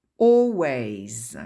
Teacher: Le L ne se prononce pas, on ne dit pas always, c'est impossible à dire d'ailleurs.